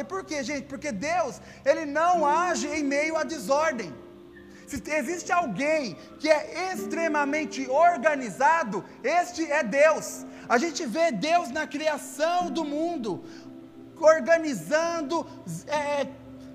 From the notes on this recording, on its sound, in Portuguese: Áudio do Culto de Domingo do dia 12/12/2021.